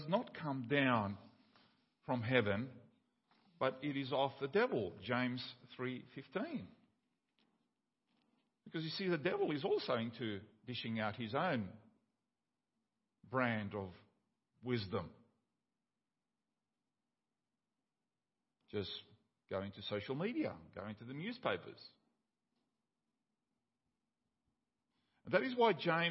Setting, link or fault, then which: setting, large echoing room